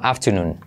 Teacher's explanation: que la R casi no la digo